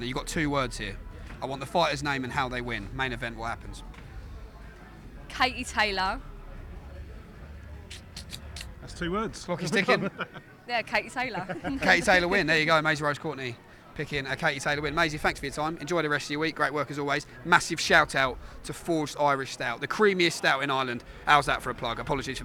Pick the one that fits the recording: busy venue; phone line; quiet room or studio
busy venue